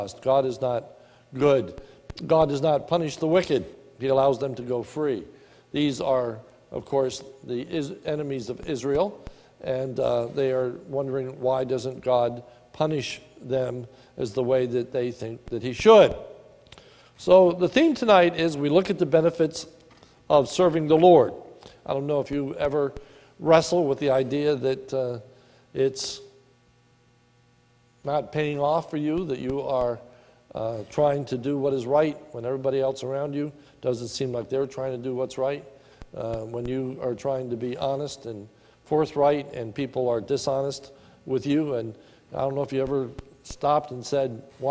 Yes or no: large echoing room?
yes